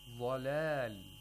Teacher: We have a vod with a fatha. Vod is a letter of istirla, and it has to be pronounced with tafkhim. And here we have, with thickness.